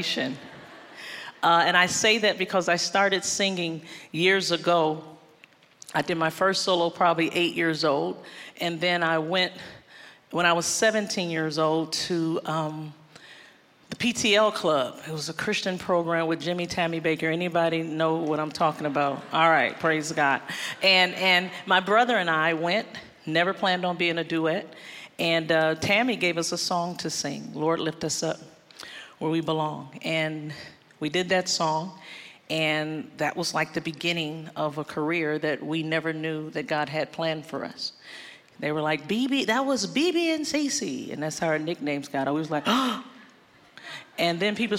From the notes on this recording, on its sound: Live at our April 2021 Grove, wrapping our eight year of live gatherings.